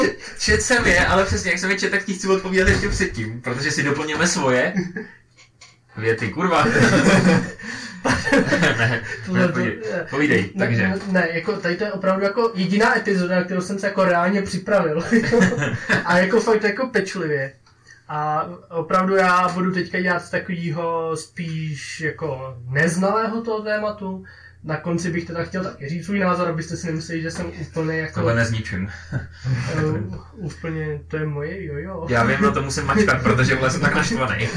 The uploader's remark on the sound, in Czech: Zároveň bychom chtěli upozornit a omluvit se za zhoršenou kvalitu zvuku. Nezkontroloval správné zapojení mikrofonu a díl byl nahraný na špatný mikrofon.